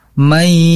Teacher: idgham bigunah nun sukun bertemu ya, maka sahabat harus membacanya dengan gunnah.